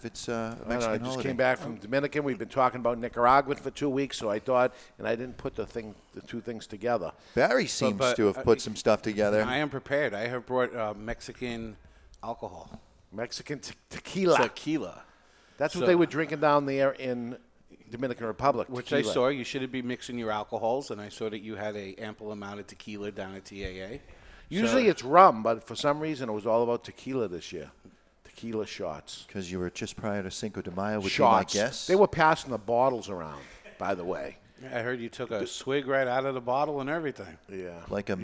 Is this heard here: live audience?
yes